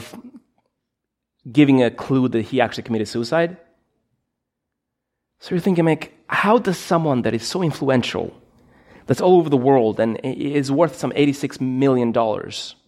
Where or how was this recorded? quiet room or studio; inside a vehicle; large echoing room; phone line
large echoing room